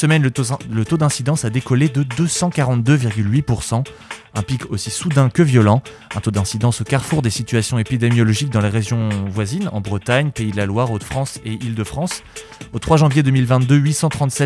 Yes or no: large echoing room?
no